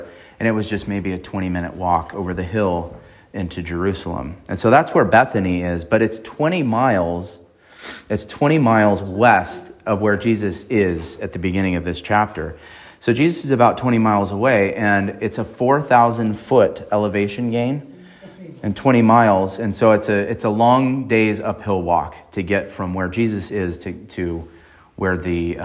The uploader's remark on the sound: on March 26, 2023 at Emmanuel Baptist Church in Fallbrook, California